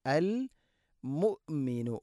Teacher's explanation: മുഅ്മിനു അല്ല, അൽ മുഅ്മിനു. ഹംസയുടെ ഉച്ചാരണം കൃത്യമാക്കണം, തൊണ്ടയുടെ താഴെ ഭാഗമാണ്, എന്നാൽ ഖൽഖല വരാനും പാടില്ല